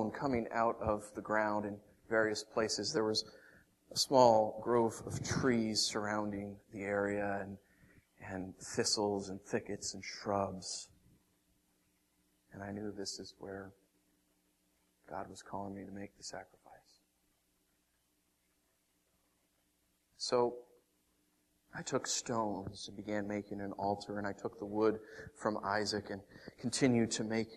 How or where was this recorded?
large echoing room